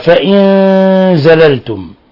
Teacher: نون ساكنة جاء بعد حرف الزاي، الحكم التجويدي إخفاء حقيقي. فإن زللتم، لأن الزاي من حروف صف ذا ثنا، كم جاد شخص قد سما، دم طيبة.